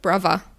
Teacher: man spricht das TH nicht im heutigen Cockney-Rhyming-Slang, brother. Das ist ja eigentlich auch klassisch, weil im Cockney-Rhyming-Slang spricht man das TH nicht, dann spricht man F.